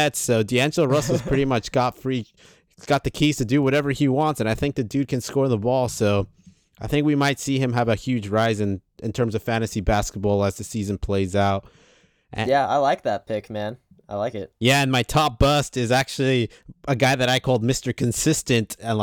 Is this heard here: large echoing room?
no